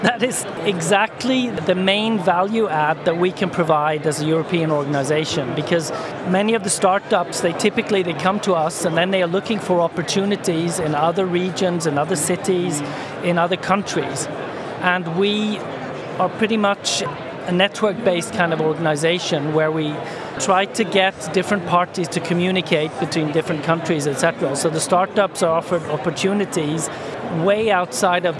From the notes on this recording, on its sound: The final episode recorded at Slush in Helsinki, that we produced in partnership with Remote, the global HR platform, where we recorded a series of interviews from Remote's booth with a number of the speakers and attendees.